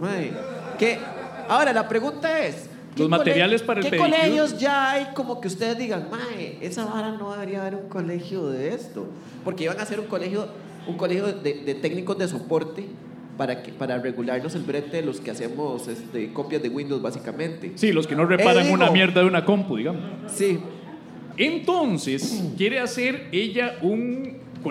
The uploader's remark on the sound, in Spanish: En vivo desde el Salon Tractat en El Lobo Estepario